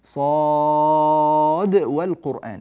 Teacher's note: صاد والقرآن لا، لم تدغم، الدال مظهرة، ولذلك المد اللازم الحرفي هنا مخفف.